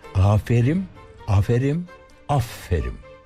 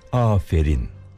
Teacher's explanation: Baştaki A uzun söylenecek. Sonra sondaki ünsüz harf M değil N olacak. · Shown in: second take